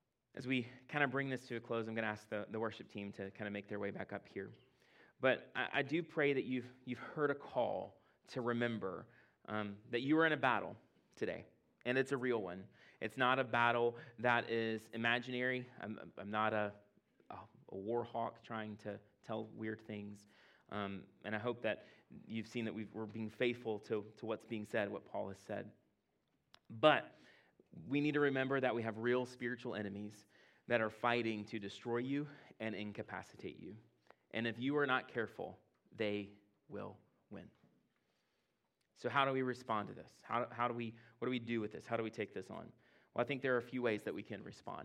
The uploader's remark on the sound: at Impact Church in Fredericksburg, VA